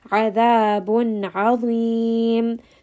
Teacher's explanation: So in both of these عين are going to be from the throat. Make sure you have a little bit of that strangulation sound from the throat.